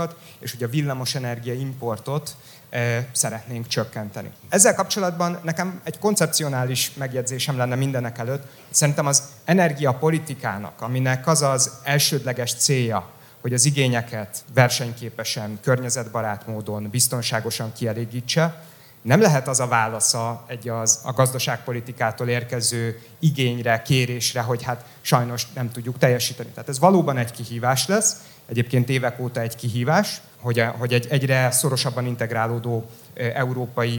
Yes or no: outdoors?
no